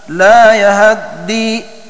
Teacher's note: يقرآن بفتح الياء واختلاس فتحة الهاء